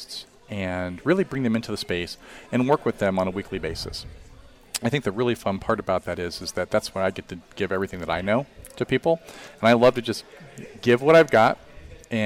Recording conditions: busy venue